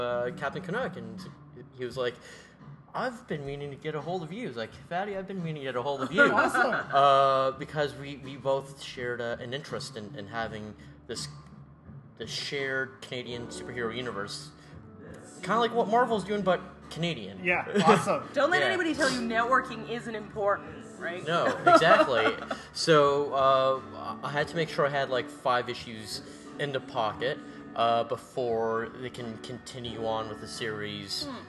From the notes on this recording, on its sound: Recorded at the Northern Belle bar (pardon the background noise,).